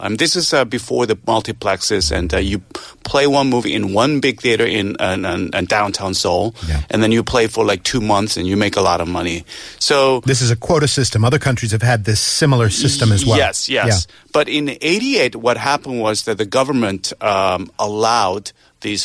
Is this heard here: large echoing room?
no